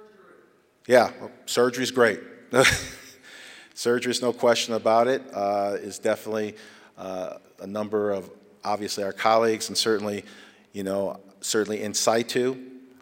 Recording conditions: large echoing room